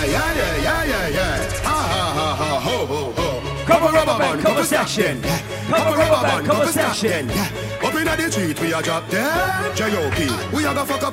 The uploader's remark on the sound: LIVE AT ISLAND SATURDAYS ON AUGUST 24TH